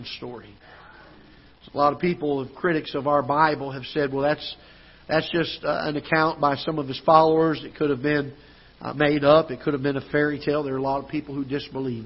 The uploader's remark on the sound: Ketha Heights Baptist Church ~ Live Broadcast